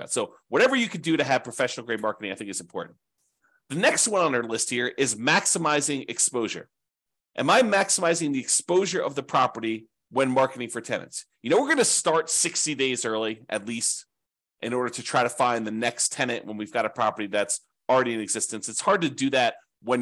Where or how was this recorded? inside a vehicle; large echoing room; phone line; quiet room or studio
quiet room or studio